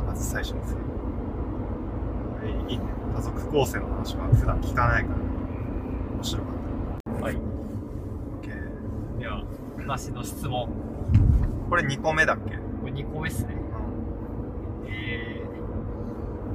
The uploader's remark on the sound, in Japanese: 北海道は厚真町に移住した僕たちが。ドライブトーク。車の音が入っていますが今後音質は改善していけるよう努力します。